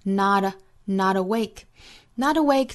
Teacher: not 和 awake 之间弹舌音带出来